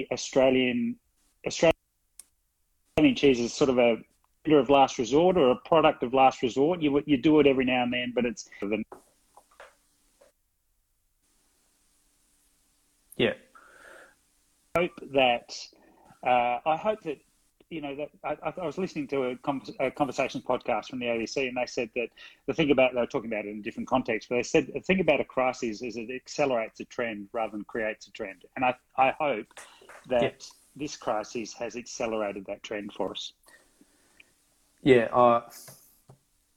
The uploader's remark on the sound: the recording from the live Instagram chat